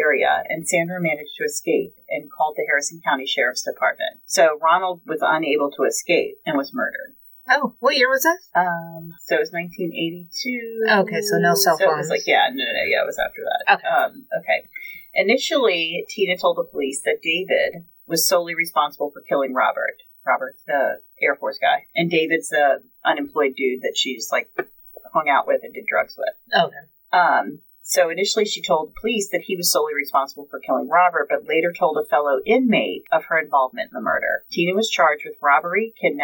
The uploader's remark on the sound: Sorry for the bad audio this week, we have no idea what happened, but we tried to clean it up as best we could!